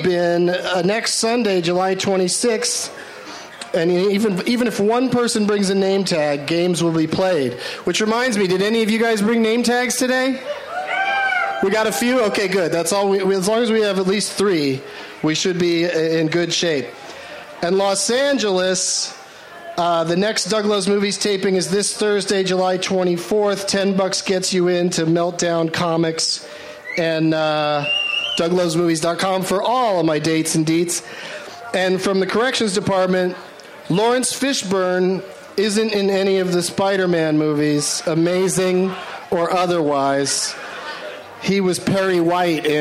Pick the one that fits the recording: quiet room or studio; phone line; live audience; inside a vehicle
live audience